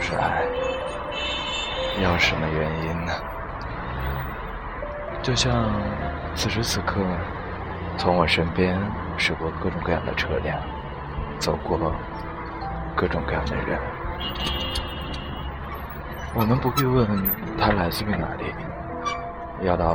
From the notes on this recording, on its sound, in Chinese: 独白-《在阳光和野花里聊北京》#边走边录。